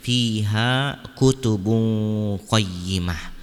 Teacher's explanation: dibaca dengan ikhfa dengan menyamarkan tanwinnya dan memberikan dengung ya pada hukum ikhfanya